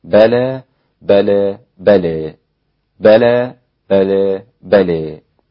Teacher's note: بلى فيها إمالة للإمام حمزة والكسائي وخلف، وقللها ورش والإمام أبو عمرو، فيصير النطق بها بالفتح والتقليل والإمالة